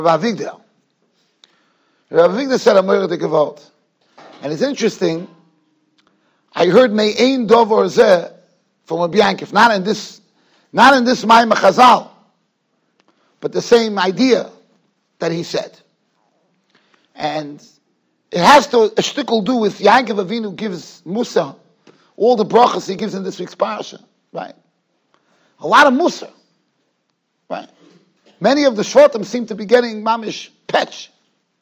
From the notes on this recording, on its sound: Shiur recorded in Yeshivas Ohr Reuven, Monsey, NY.